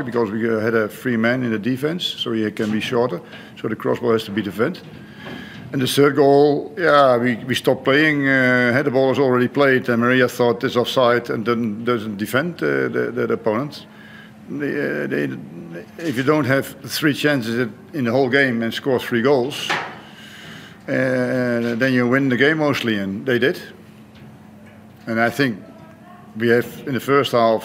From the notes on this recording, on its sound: Post-Match Press Conference | Hyundai A-League Round 12.